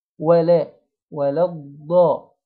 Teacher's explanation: ولا، مفخمش اللام عشان بعدها حرف مفخم، لا لازم أرقق اللام كويس